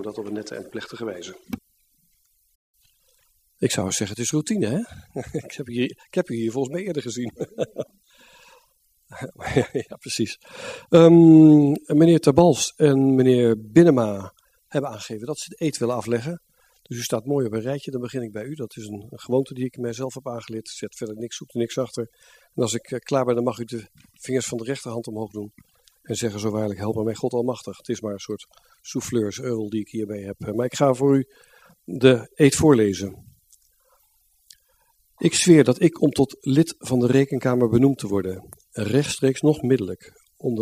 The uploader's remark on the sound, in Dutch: Beeldvormende vergadering (Raadzaal)